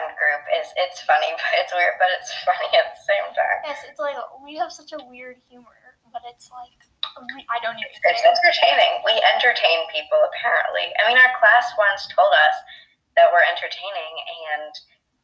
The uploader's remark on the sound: Sorry for the terrible audio the way we uploaded this was a bit weird.